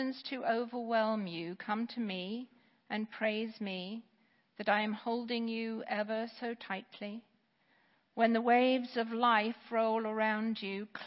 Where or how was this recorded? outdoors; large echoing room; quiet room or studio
large echoing room